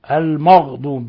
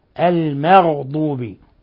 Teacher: قال المرعشي: وفخم غين غير المغضوب، وحافظ على ترقيق ميمه لئلا يفخم تبعا لتفخيم الغين · Shown in: second take